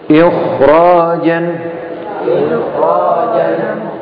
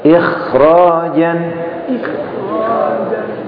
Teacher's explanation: Ikh ini adalah pangkal lidah tidak diangkat ke langit-langit. Sehingga suaranya tipis. · Shown in: second take · Ikh beda dengan ikh.